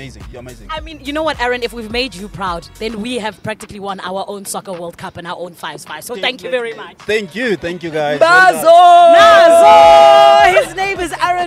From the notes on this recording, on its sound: outside SAFA House